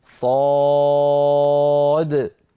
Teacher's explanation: صاد هذا حرف مد بعده دال ساكنة